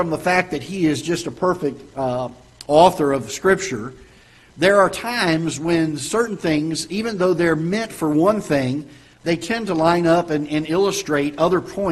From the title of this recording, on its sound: Ketha Heights Baptist Church ~ Live Broadcast